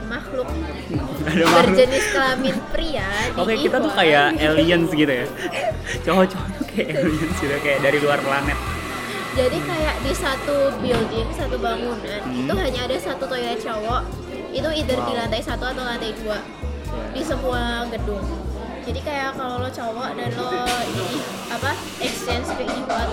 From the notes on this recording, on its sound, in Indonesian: ngobrol LIVE di salah satu cafe di Korea, jadi ambiance-nya agak beda nih dan kerasa di coffee shop gitcu